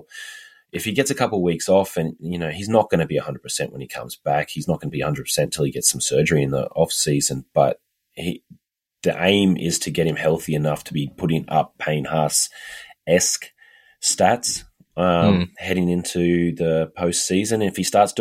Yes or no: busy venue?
no